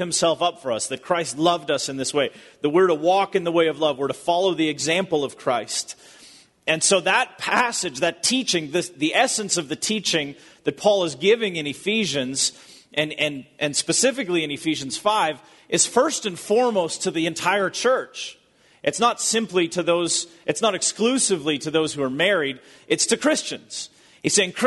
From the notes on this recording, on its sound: Recorded at Bethany Church in Bloomington, MN.